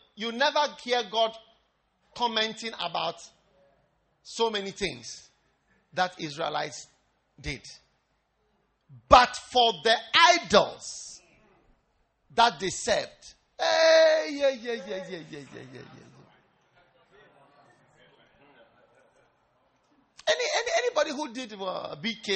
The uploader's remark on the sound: Preached at the First Love Church, UPSA